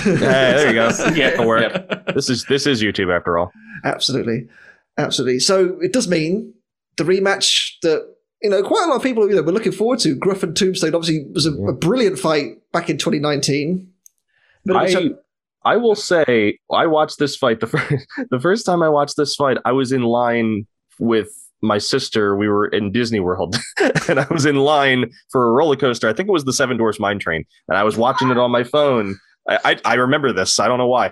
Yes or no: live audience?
no